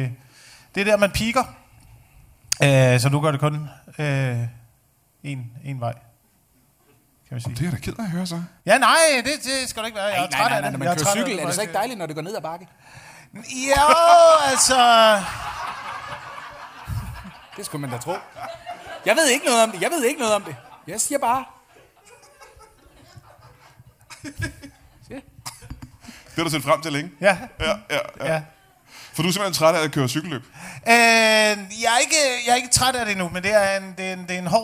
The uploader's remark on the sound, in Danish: LIVE fra Greve